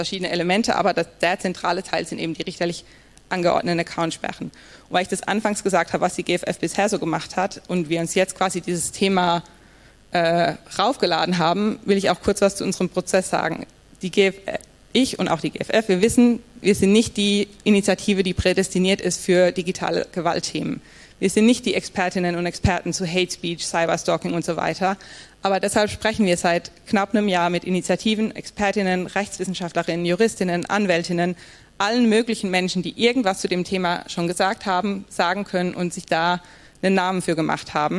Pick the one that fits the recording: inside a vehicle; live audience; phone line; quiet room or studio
live audience